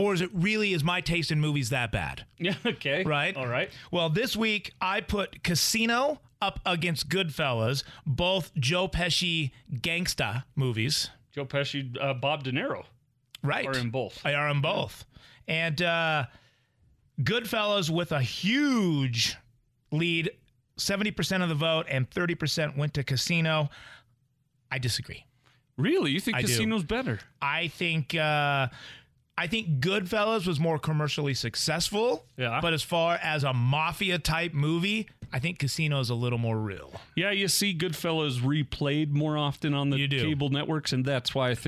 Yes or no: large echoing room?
no